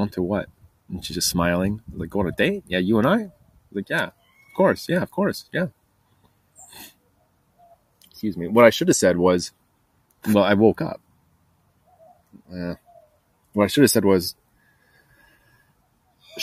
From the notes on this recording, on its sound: Recording Live Outside ANTS.